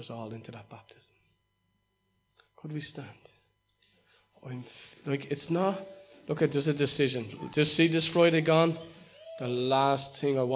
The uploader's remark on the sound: Recorded live in Liberty Church in 2019.